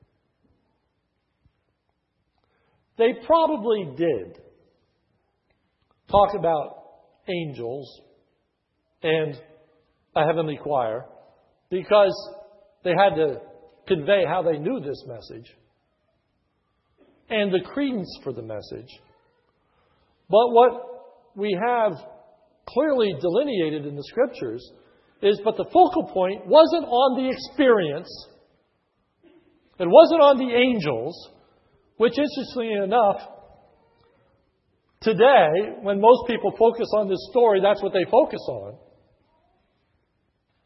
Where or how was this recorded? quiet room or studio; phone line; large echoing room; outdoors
large echoing room